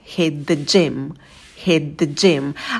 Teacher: В слове hit очень легкий звук h. В самом начале это ваше дыхание